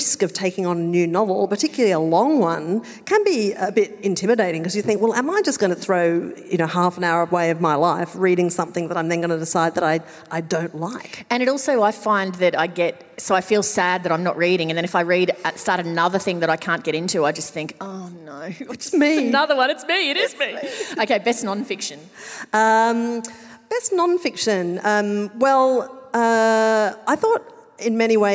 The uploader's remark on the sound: Recorded live at Llewellyn Hall, ANU.